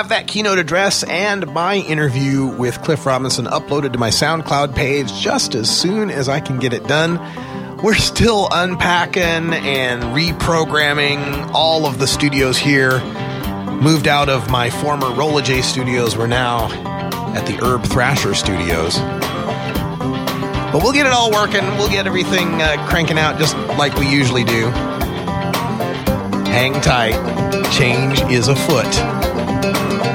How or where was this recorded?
busy venue